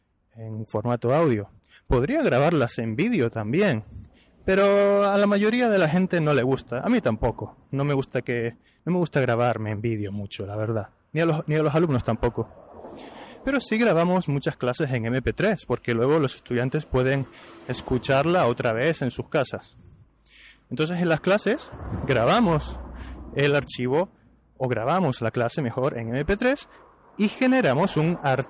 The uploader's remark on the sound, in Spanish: Estoy en la calle –no sé si lo notarás por el ruido. Estoy en la calle haciendo un par de vídeos para la página, para las redes sociales. Ya que estoy grabando diferentes cosas y tengo la grabadora aquí conmigo, pues voy a intentar grabar un episodio improvisado.